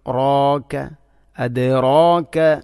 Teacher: റായിനെ കനപ്പിച്ചുച്ചരിക്കേണ്ട അക്ഷരമാണ്. അപ്പോൾ അതിൻ്റെ കൂടെ വരുന്ന അലിഫിനെയും കനപ്പിക്കണം, റോക്ക, അദ്റാക്ക.